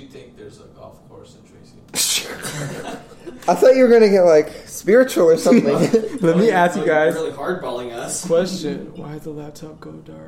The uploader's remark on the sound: We only have one mic and one set of headphones.